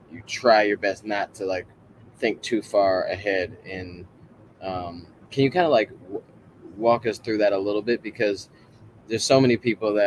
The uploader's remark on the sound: Live from Eugene OR at World Championships.